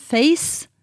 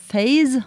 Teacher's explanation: Face, stavet med C, der er det ustemt. Mens eh, phase, altså en fase, der har du en stemt S. Og det er et minimalt par på engelsk.